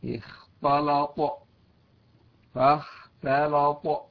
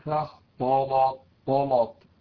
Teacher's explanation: أيضا في مثل قوله تعالى إذا جاءت التاء قبلها حرف مفخم، في مثل اختلط فاختلط، بعض يقول فاختلط طلط، هذا خطأ، لابد من تخريج التاء من الخاء وجعلها تاء وليست طاء · Shown in: first take